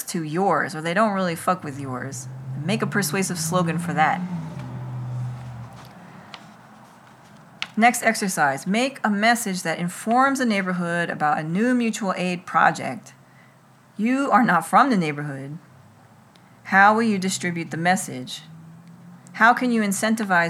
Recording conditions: sounds in the background